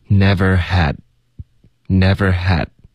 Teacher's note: had 结尾的的要省略